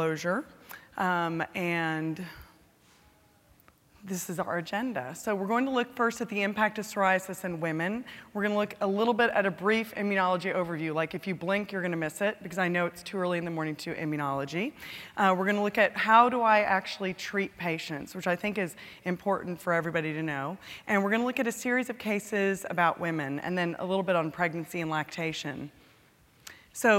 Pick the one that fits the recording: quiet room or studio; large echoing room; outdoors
large echoing room